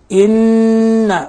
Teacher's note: ألاحظ إلصاق طرف اللسان بأصول الثنايا العليا